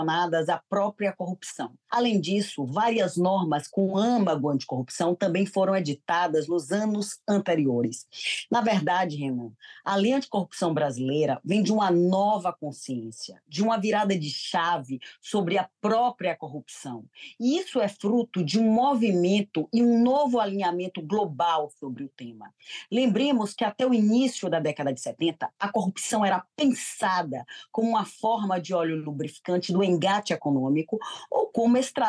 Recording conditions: video call